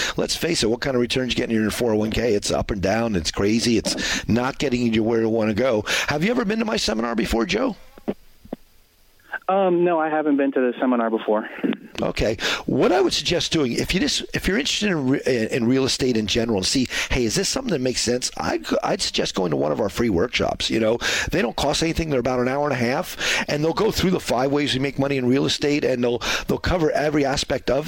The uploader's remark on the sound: heading to the phones to answer questions